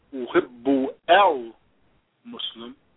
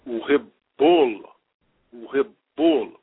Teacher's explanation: So instead of saying uhibbu el-Muslim, I would join the two words together, and I'll say, uhibbul, uhibbul. Well, I'm jumping the Fatha sound over the Aleph as though it's not there, and I'm merging the two words together. · Shown in: second take